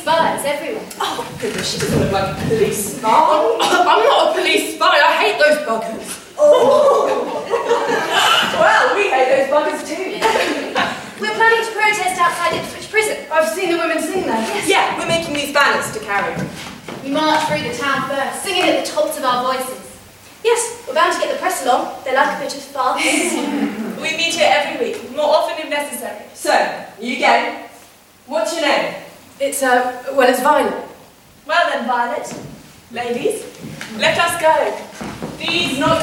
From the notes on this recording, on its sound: Recorded Live at The Cut theatre in Halesworth, Suffolk, UK.